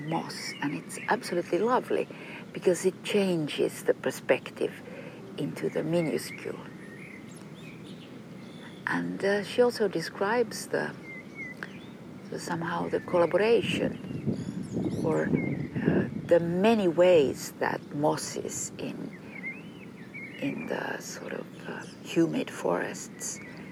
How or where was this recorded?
outdoors